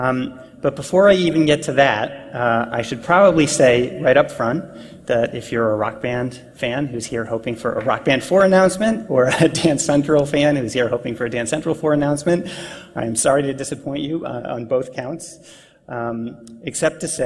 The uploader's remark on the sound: PAX East Keynote